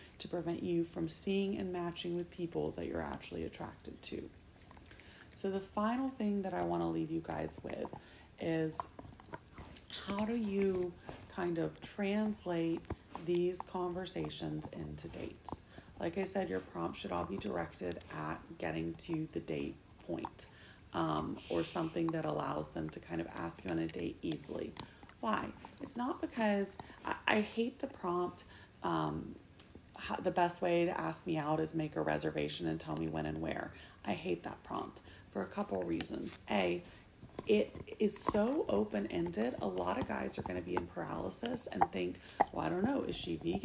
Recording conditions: sounds in the background